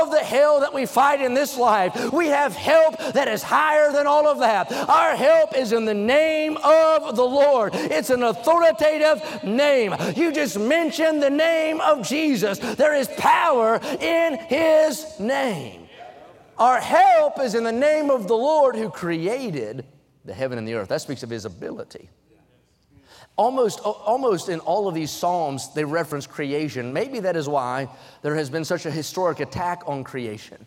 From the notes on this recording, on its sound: during the Wednesday Evening service on June 28, 2023, at North Valley Baptist Church in Santa Clara, California.